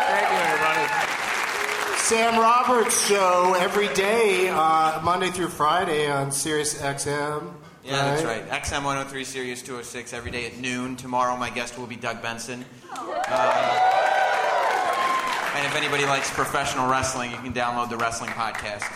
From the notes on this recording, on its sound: Live from the Gramercy Theatre in New York City